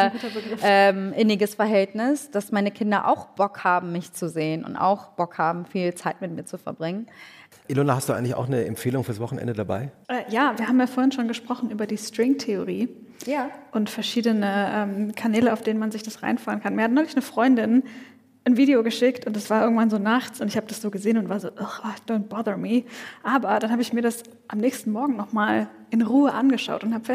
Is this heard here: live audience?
yes